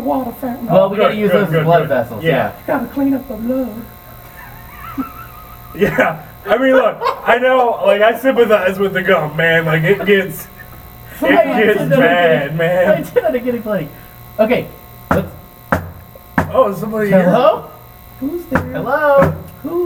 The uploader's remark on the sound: We had a terrible technical error while recording this podcast- so there's a horrid buzzing